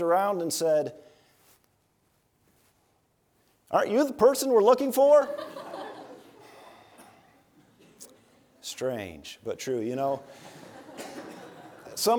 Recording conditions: large echoing room